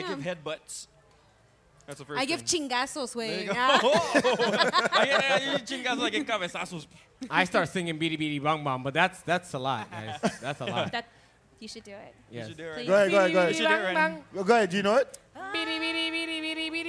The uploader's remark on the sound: Live At Holy Mountain